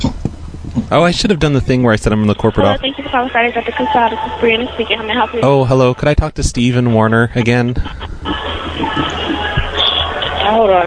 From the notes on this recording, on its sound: Prank Phone Calls.